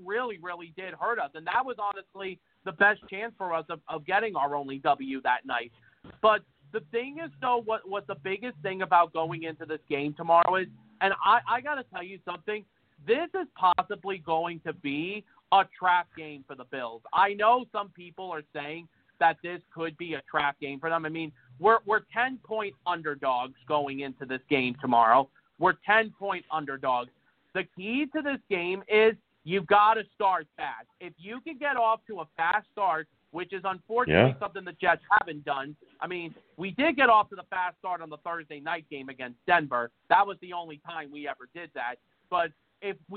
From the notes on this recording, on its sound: We will be taking live callers!